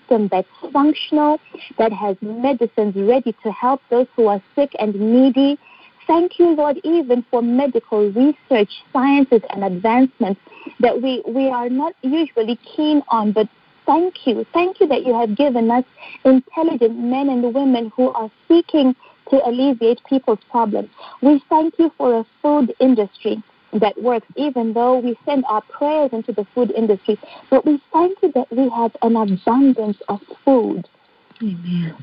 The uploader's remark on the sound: Phone/Internet Prayer Conference Call